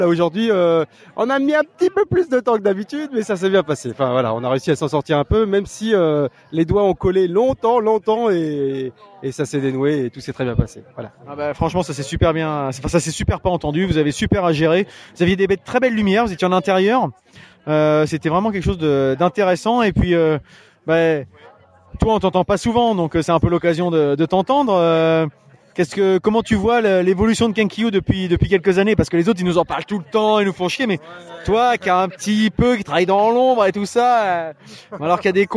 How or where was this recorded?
busy venue